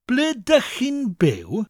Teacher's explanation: I'm from South Wales, so I naturally asked the South Walian dialect version of the question, which is, ble rydych chi'n byw? Now we tend to drop the R-Y, the R sound, from rydych. So I said on that day, ble dych chi'n byw?